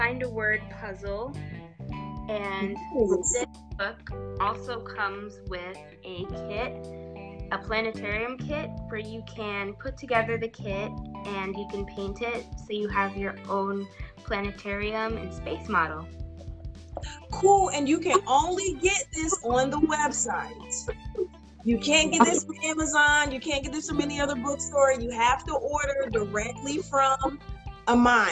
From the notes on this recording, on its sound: LIVE Interview & Reading. Apologies for the audio not being the greatest.